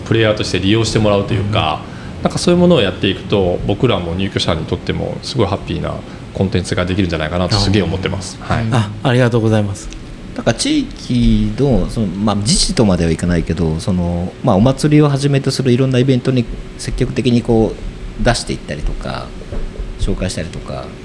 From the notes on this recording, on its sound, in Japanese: 浅草橋出張収録編。前回と同様、浅草橋（東京都台東区）にある国際交流シェアハウス『ボーダレスハウス浅草橋1』の1階のオープンカフェに御邪魔しました。後方でリスナーが飲み食いしながら聴いている公開収録型なので、少々ワイガヤが入っていますが。